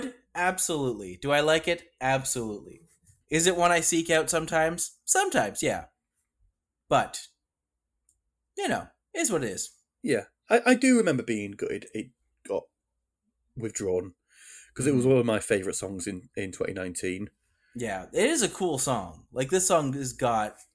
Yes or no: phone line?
no